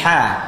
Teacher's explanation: Ha dan ain keluarnya adalah dari tengah tenggorokan · Term: makhrajnya adalah dari tengah